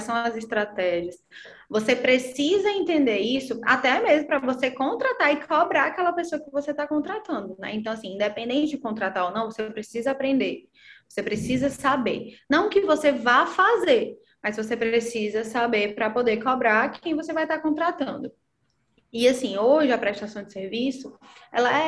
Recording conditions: video call